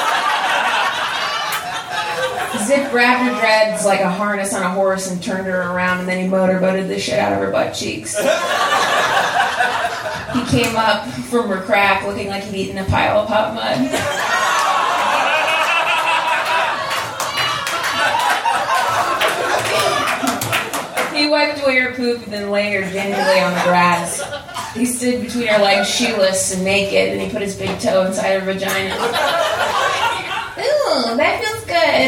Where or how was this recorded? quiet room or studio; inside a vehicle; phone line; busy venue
busy venue